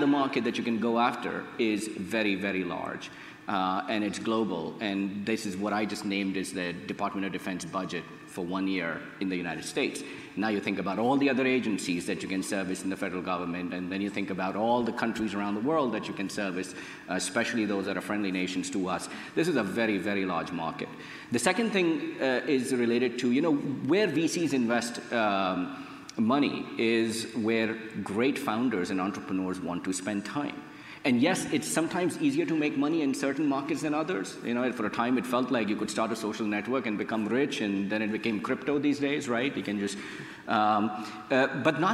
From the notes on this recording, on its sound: Recorded at an event held in May